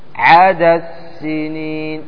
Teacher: لأن الدال تسكن ثم تضغم في السين